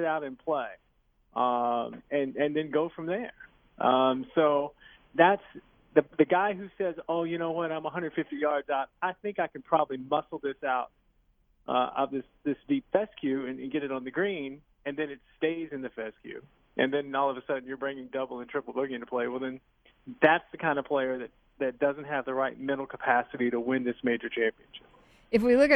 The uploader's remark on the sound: Calls in LIVE from Erin Hills.